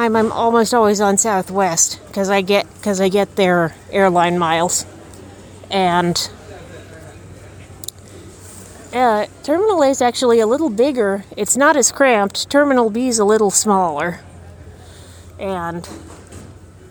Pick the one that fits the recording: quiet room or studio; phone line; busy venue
busy venue